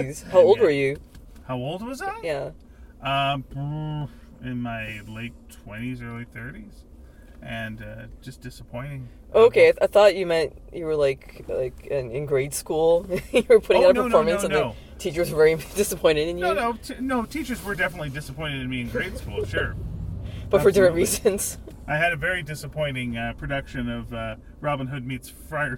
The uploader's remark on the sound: In the car